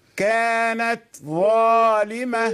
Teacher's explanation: التاء مظهرة وفيها الهمس